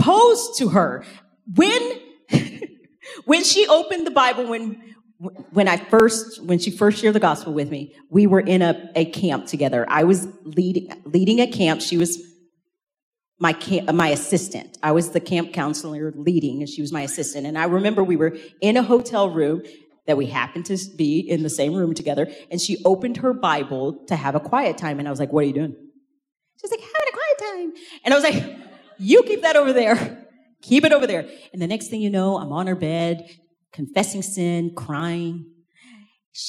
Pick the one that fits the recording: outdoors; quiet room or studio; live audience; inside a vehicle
live audience